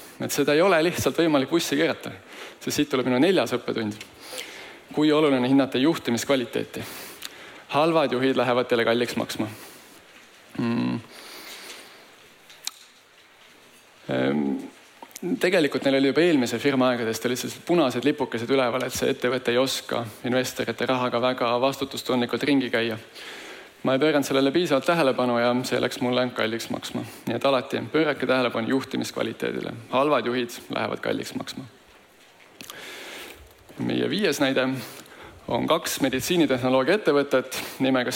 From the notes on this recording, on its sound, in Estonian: Taasesitamisel on suursündmusel InvesteerimisFestival 2022 toimunud